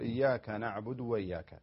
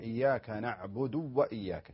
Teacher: الصحيح إياك نعبد وإياك، يشبع الدال بالضمة ثم ينطق الواو · Shown in: second take